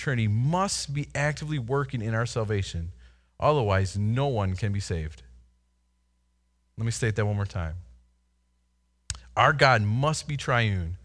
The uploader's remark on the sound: Delivered Sunday, April 19, 2020 at Woodridge Community Church (New Berlin, WI).